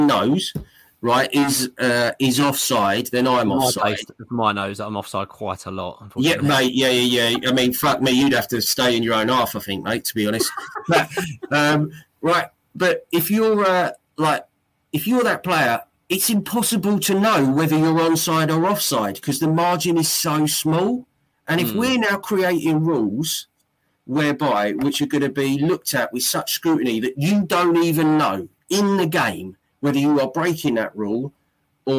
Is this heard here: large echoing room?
no